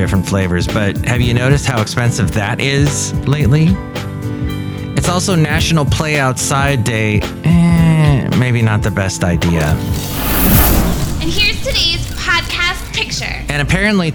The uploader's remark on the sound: podcasts live from Cafe Anyway